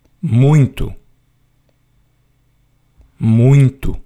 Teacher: It's almost like there's an N there. There's sort of a nasally sound, but there is no N in the just word.